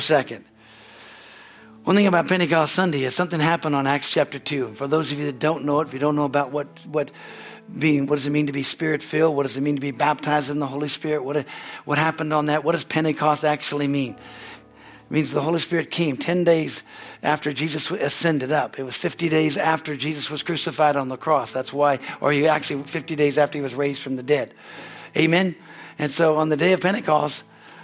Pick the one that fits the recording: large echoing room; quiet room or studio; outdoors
large echoing room